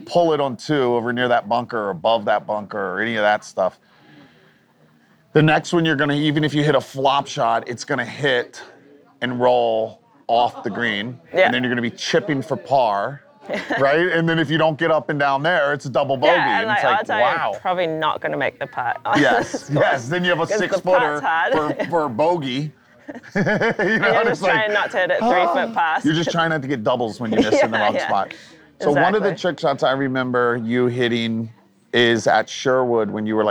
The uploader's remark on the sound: Live From The Preserve.